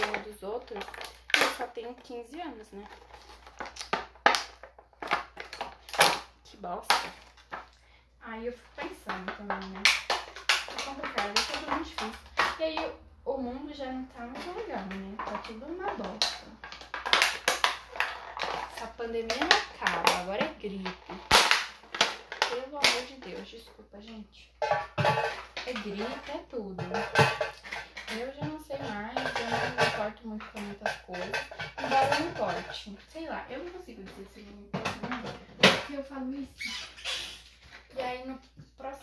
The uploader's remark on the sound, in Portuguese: Fiz esse ep de tarde. Desculpem pelos barulhos.